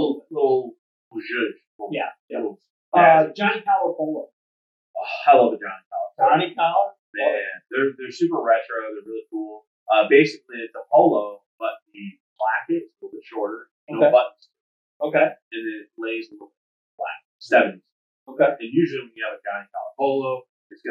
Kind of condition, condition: fault, poor sound quality